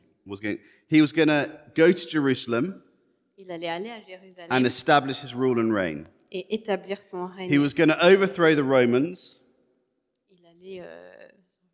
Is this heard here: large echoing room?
yes